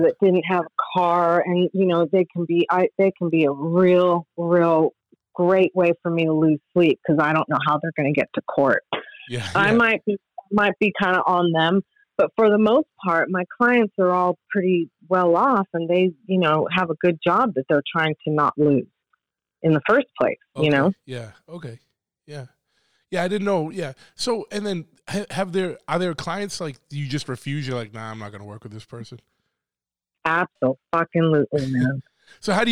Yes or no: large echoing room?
no